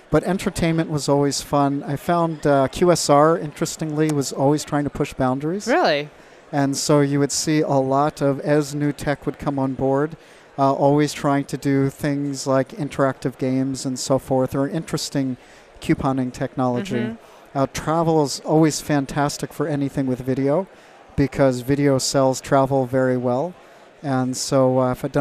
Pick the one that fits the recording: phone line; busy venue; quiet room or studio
busy venue